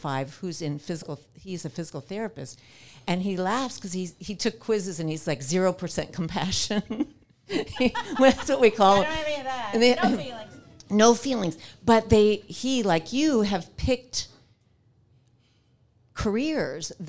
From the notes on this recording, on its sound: Some great Q&A with the live audience at Coco + Hazel.